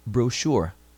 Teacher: o CH vem também com o som de SH, como em português